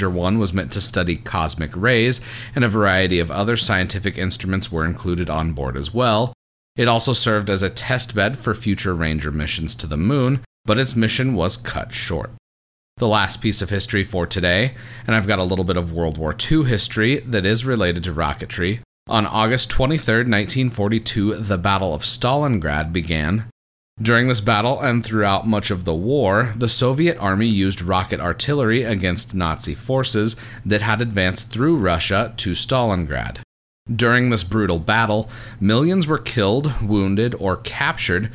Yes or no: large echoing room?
no